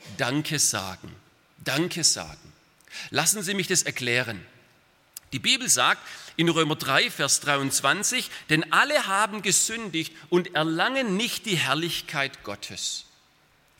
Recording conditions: large echoing room